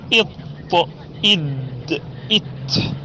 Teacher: يضرب رأس اللسان في الأسنان العليا، هذا معنى قلته من عليا الثنايا.